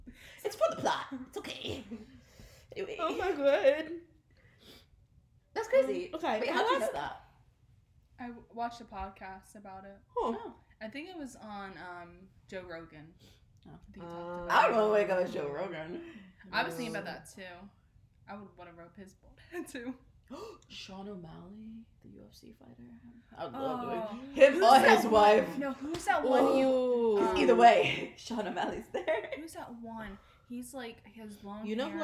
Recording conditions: poor sound quality